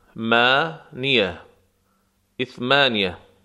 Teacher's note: یعنی حرف ساس نقطه را ساکن می کنند. یک همزه اول کلمه اضافه میشه